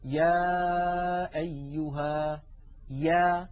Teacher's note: ولاحظوا بأن الياء أيضا من وسط اللسان، وأن المخرج غير منقفل، وأن أقصى اللسان قد انسفل وانخفض إلى أسفل منطقة أقصى اللسان.